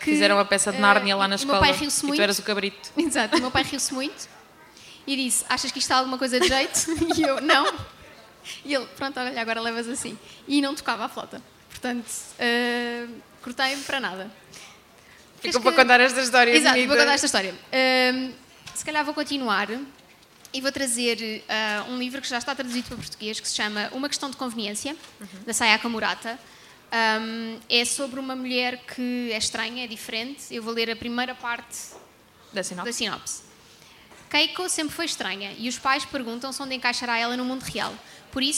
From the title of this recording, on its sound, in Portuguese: Livra-te ao vivo na Comic Con